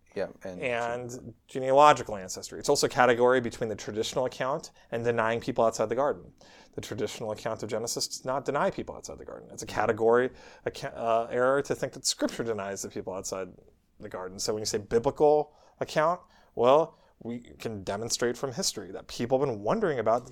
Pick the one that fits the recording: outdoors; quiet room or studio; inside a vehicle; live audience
quiet room or studio